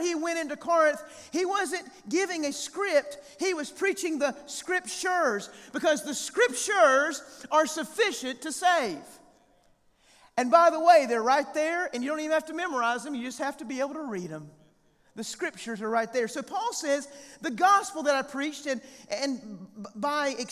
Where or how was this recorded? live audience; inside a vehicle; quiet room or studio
live audience